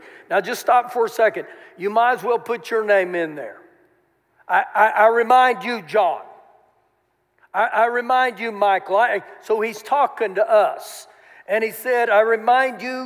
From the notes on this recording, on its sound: Recorded live during our Sunday morning service